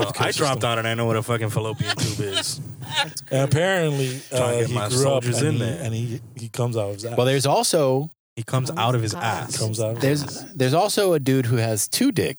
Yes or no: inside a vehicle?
yes